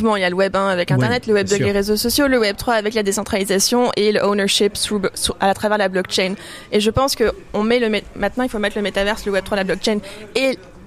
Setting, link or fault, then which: setting, busy venue